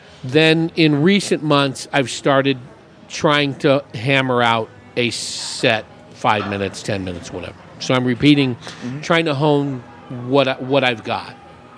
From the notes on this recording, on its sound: Recorded at The Raven Café in Prescott. Recorded at The Raven Café in Prescott.